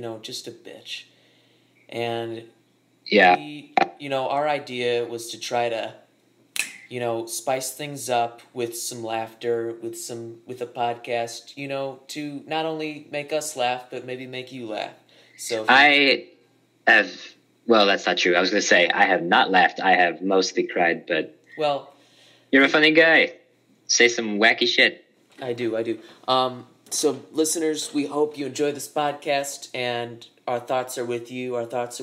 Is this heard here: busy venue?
no